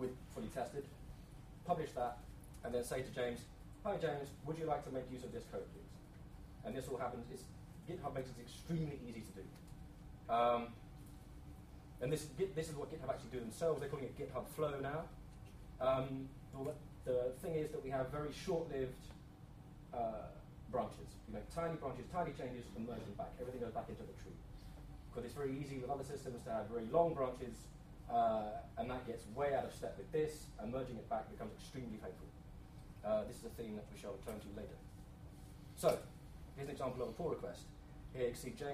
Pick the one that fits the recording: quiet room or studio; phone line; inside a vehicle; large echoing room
large echoing room